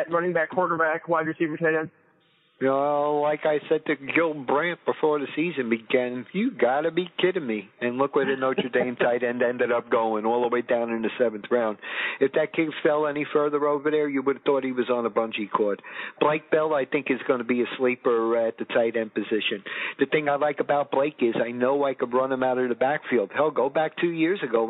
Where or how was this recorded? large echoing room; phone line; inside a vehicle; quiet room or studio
phone line